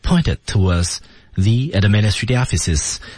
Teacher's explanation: office 是要音向上拉一下的，以突出这个单词最终的目的